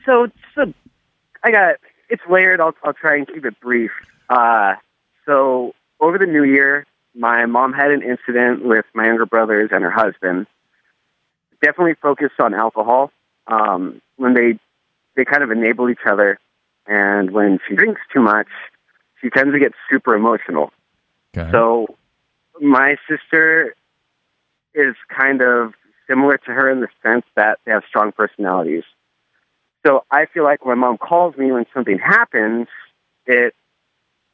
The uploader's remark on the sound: heads to the phone lines